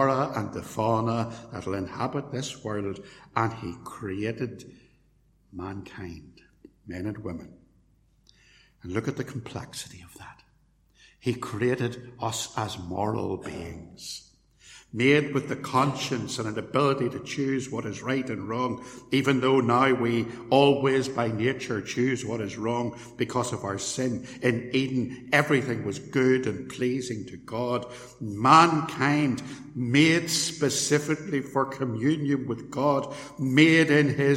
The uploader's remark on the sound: Sermon preached at Templepatrick Reformed Church